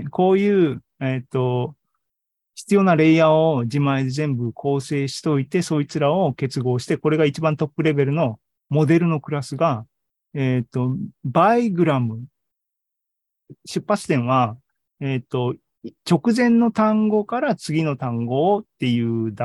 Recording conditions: video call